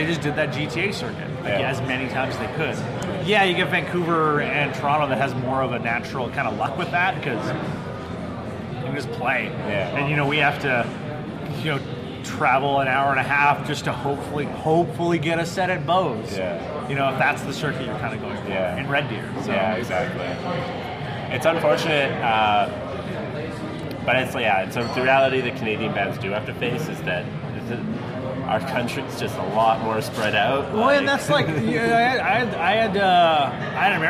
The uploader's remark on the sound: This podcast was recorded on location at Prairie Dog Brewing.